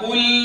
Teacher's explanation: إذن هذه المواضع حركتها عارضة فعند الوقف عليها نقف عليها بالسكون المحض ولا يدخلها روم ولا إشمام